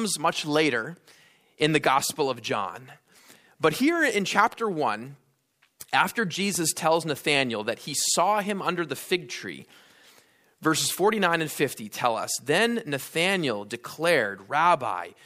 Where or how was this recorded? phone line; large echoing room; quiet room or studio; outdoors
large echoing room